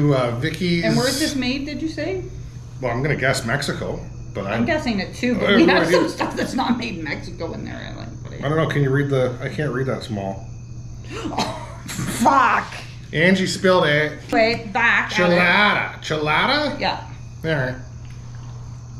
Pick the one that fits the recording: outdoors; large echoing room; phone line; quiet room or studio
outdoors